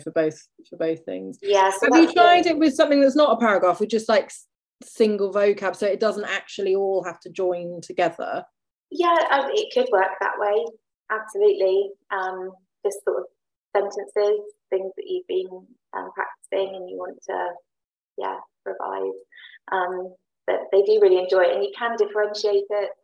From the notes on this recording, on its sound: This episode is the recording of an online CPD session. It was a show and tell CPD session in which 7 people (including myself) presented our favourite games to play in MFL lessons.